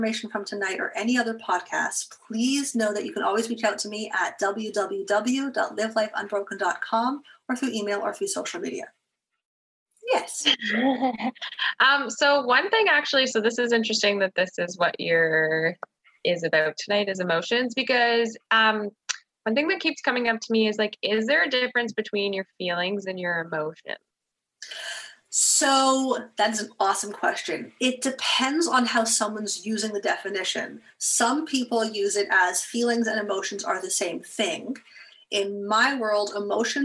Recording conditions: video call